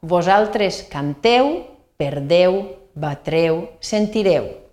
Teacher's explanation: També ens apareix la E tancada en la terminació de la segona persona del plural.